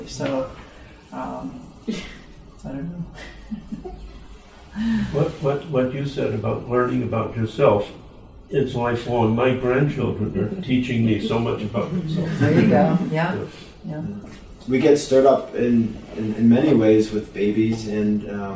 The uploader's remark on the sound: audience discussion following the presentation